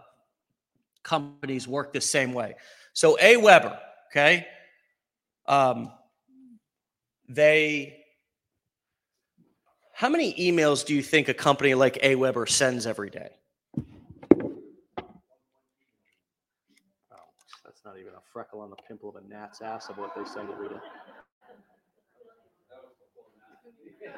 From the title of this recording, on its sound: LIVE From Mastermind in Orlando, FL